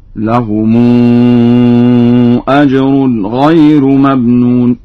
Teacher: فقد قرأ ورش بترقيق الراء هكذا: لهم أجر غير ممنون.